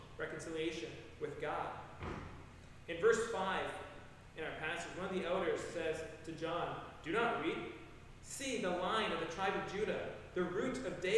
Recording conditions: large echoing room